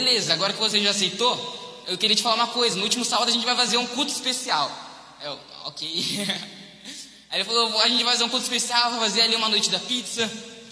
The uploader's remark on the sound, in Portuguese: Mensagem ministrada ao vivo em 18/12/2021.